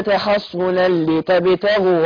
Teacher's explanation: ادغمنا نون التنوين في اللام تحصنا اللي ادغم بغير غنه